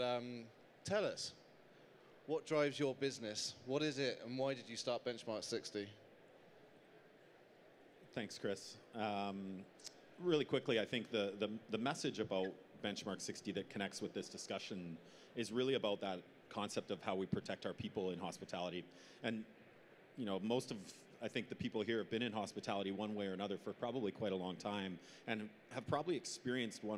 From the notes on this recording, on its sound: Live from the Restaurants Canada Show. In a 'fire side' chat. Recorded live from the show.